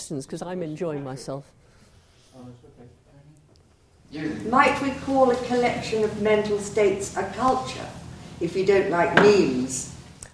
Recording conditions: live audience